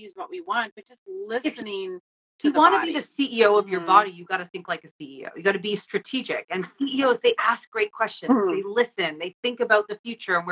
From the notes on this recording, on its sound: Enjoy the replay of The Midlife Makeover Show Live on Instagram